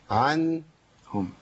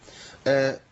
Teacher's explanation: بيمشي الصوت فيها فتره زمنيه بسيطه، تبقى ايه عن هم. عنهم لابد من بيان جرايين الصوت البسيط في النون اللي هو بيشار اليه بالتوسط